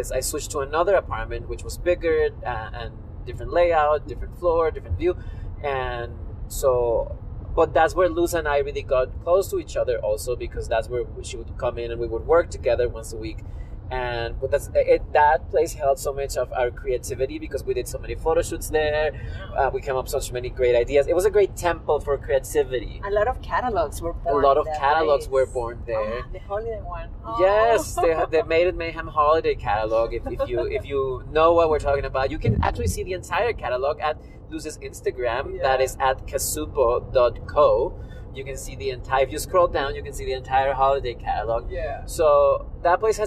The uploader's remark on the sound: We record from the road our last episode together.